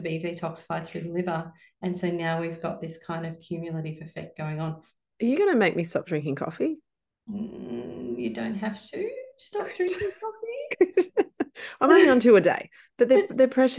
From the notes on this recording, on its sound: back in the zoom room